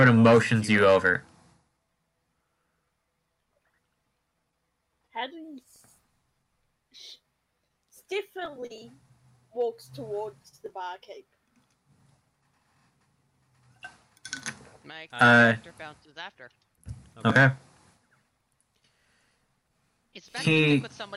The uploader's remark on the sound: there are audio issues in the first few episodes